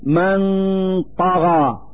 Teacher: نلفظ النون الساكنة من كلمة من مخرج الطاء من كلمة طغى، فنقول: من طغى، مع إظهار الغنة التي هي الدليل على وجود النون الساكنة.